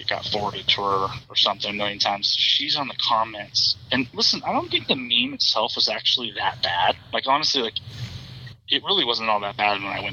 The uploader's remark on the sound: hopped on the phone